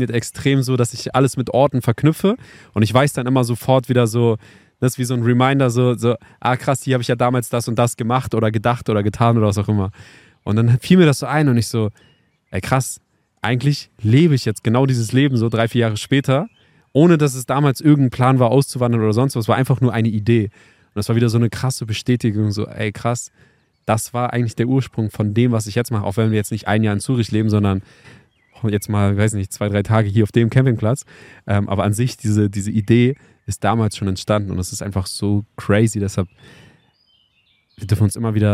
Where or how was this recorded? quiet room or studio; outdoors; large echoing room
outdoors